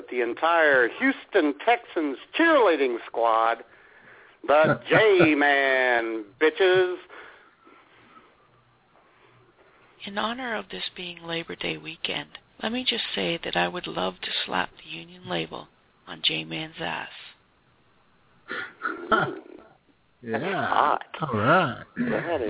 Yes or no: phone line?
yes